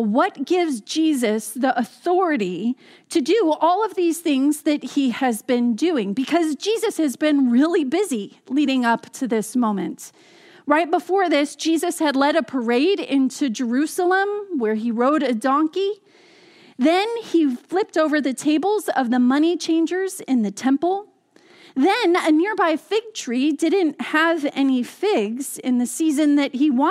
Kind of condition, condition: setting, large echoing room